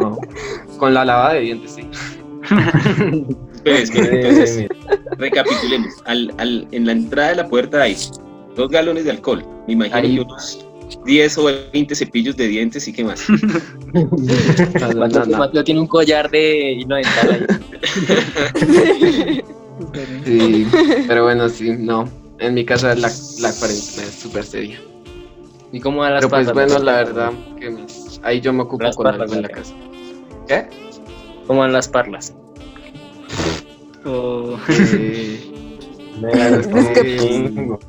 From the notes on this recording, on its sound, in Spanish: Perdón por las fallas del audio